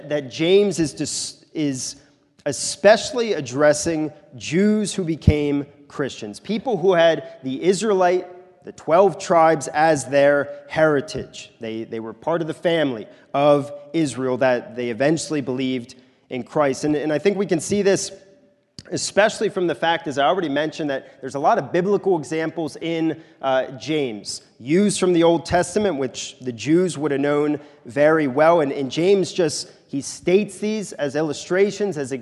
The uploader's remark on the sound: This is a sermon recorded at the Lebanon Bible Fellowship Church in Lebanon, PA during the morning service of 1/7/2024